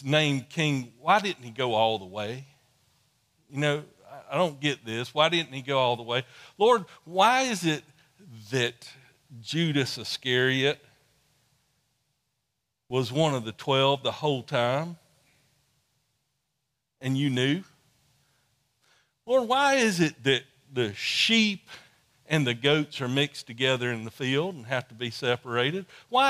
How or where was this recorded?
large echoing room